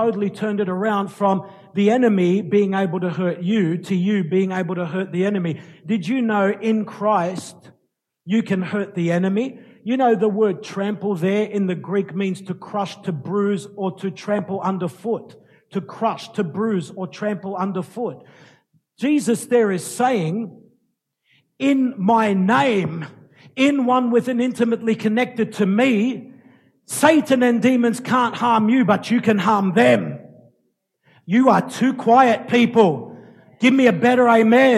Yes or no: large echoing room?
yes